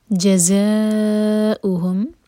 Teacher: ز buzzing sound کے ساتھ اور ز چار حرکہ لمبا، یہ ہے مد متصل. · واو کے اوپر ہے حمزہ تو واو نہیں پڑھا جائے گا، حمزہ پڑھیں گے اور کٹ آف ساؤنڈ کے ساتھ